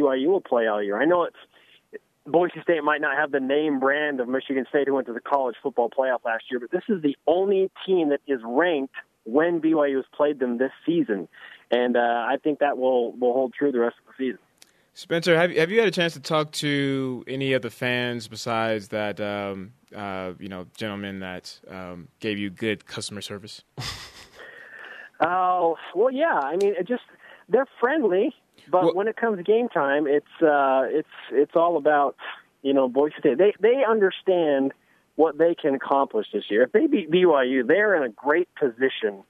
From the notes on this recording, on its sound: calls in from Boise